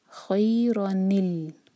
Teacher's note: اس نون ساکن کو ہم کسرہ دیں گے اور آگے لام سے جوڑیں گے، تو پڑھا جائے گا خیرنل، نی ساؤنڈ آئے گا، خیرنل وصیتو.